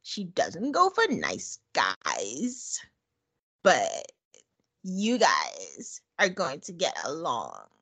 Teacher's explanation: So a vocal fry, the emphasis is at the end. So there's an uptick at the end of every statement or sentence or something.